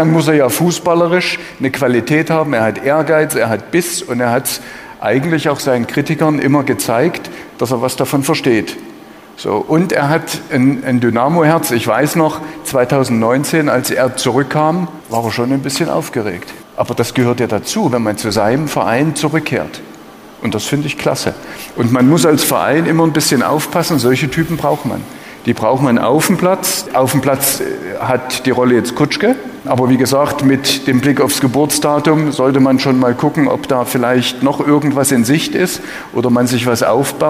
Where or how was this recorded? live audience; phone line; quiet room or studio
live audience